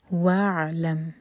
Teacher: عین ساکن پر جھٹکا نہ ہو تو عین کو تھوڑا سا ٹائم دیں گے